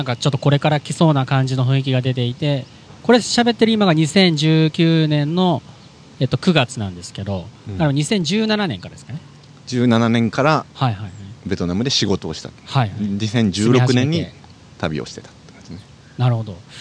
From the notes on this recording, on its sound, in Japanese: 野外収録。都内の代々木公園で収録。